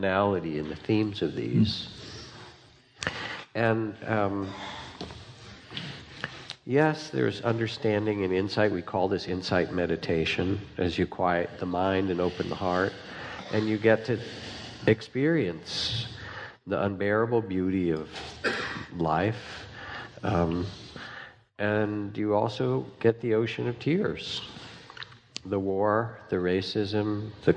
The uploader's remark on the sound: live on stage